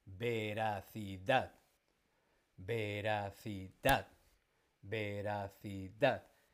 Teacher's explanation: La tónica está en la última. Por lo tanto, es aguda.